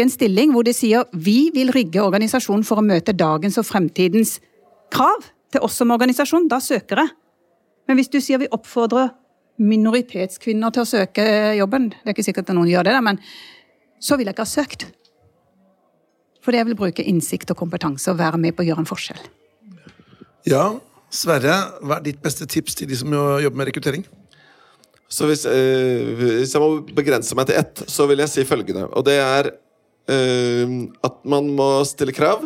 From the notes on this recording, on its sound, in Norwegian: Live fra Arendalsuka.